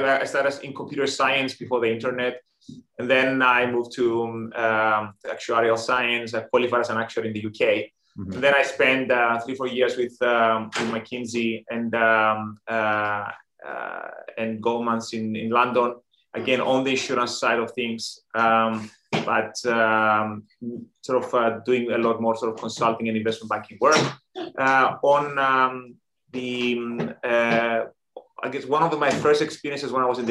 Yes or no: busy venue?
no